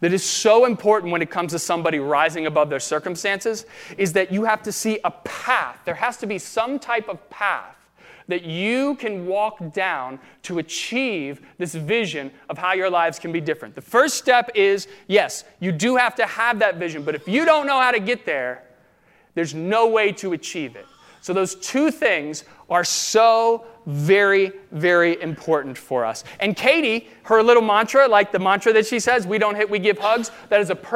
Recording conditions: large echoing room